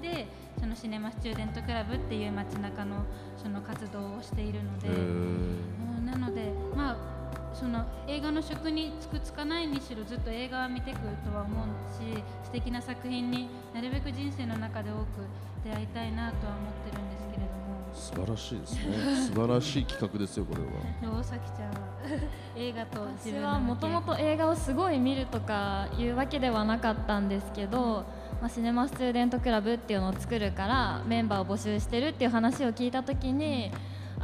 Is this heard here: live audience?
yes